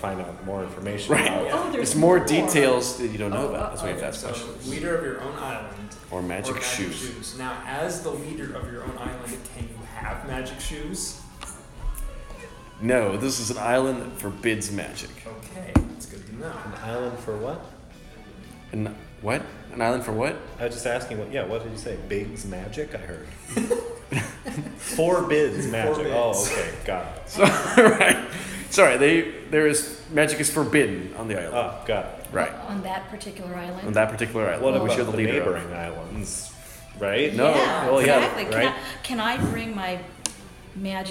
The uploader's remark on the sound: at Pianofight SF CA USA by Comedy Sound Wave